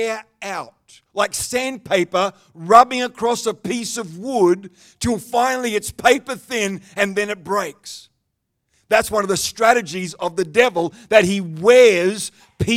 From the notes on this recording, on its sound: The live stream of Destiny Church Atherton.